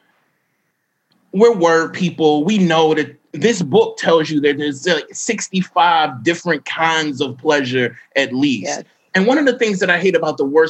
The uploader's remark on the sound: While engaging with an enthusiastic virtual audience.